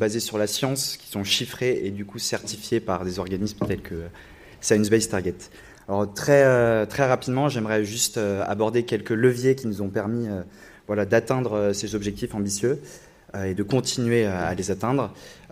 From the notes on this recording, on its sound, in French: en direct du Musée D’Orsay